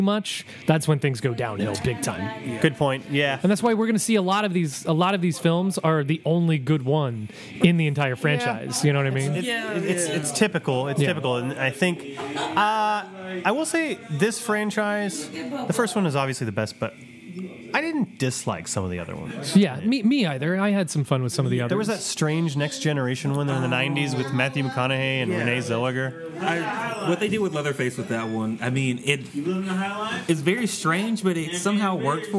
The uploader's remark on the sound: Live From Neckbrace Horror Night! We record live from the annual Neckbrace Substitute Horror Night. Everyone's having a good time hanging out while we dig into a variety of films.